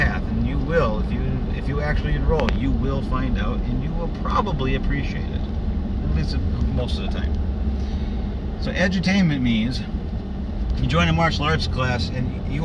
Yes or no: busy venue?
no